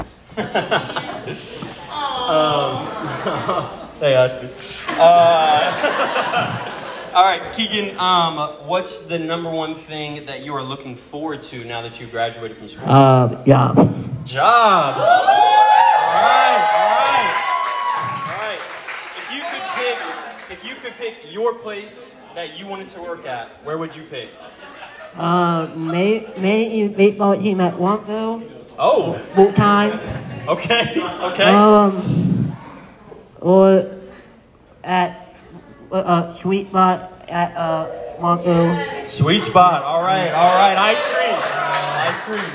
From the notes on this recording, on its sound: We recorded this episode in front of a live-studio audience. High School Graduation party.